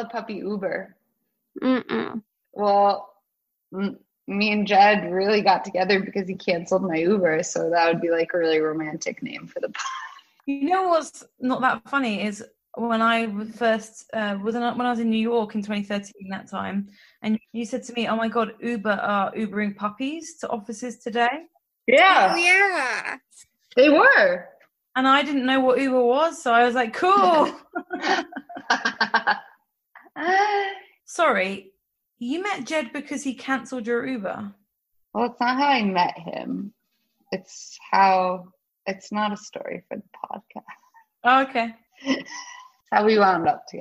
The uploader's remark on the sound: Beset by technical difficulties